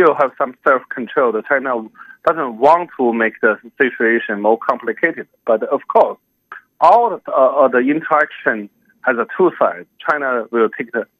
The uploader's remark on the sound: Phone conversation